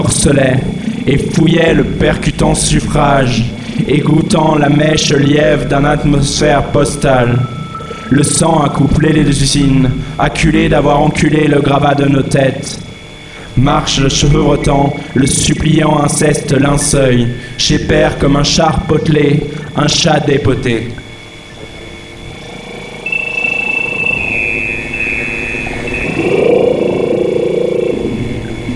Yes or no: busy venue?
yes